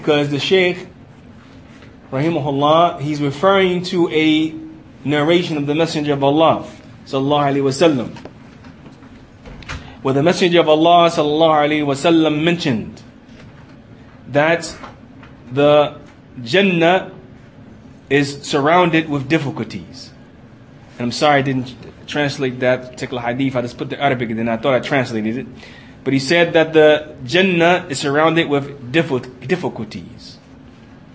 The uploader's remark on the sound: Lecture given in Masjid Anas Bin Malik, Kansas City, Missouri